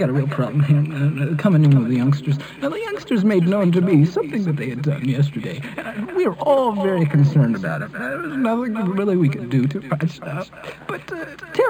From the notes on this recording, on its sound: …'s Personal Prank Phone Calls Collection.